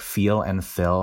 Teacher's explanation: it's almost like feel and fill have the same vowel, where they merge, right? A merger is when two distinct vowels become the same. · Term: feel-fill merger